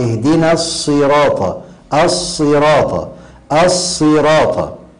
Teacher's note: الأول تفخيم مع الشدة ثم ينزل ليكسر الحرف